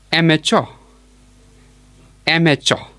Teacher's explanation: And the stress falls on the first syllable.